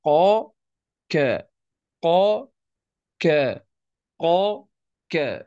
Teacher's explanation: سوف نستشعر أن القاف أبعد ثم تأتي الكاف · Term: أقصى اللسان